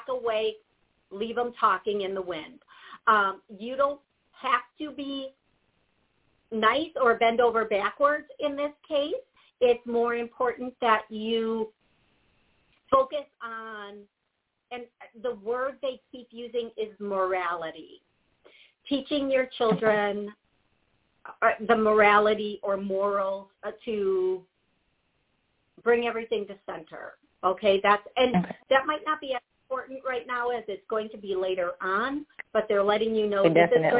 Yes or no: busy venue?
no